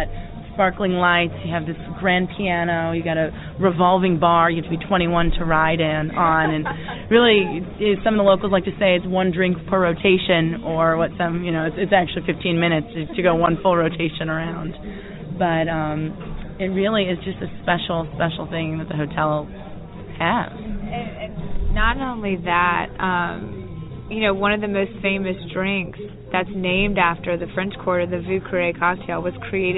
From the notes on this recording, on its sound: Other stops on this audio trip include a tour through Treme and a visit to the famed Carosel bar in the Hotel Monteleone